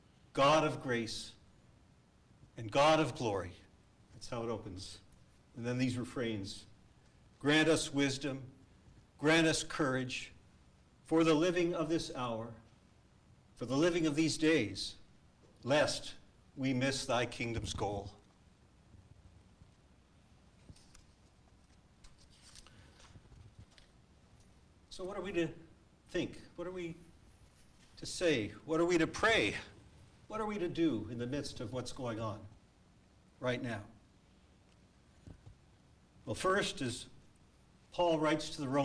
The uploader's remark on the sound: A live recording from our church in San Jose, California.